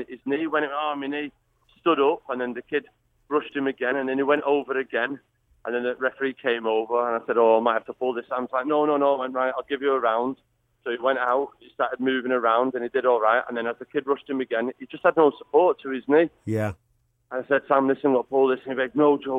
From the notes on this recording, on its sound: is on the phone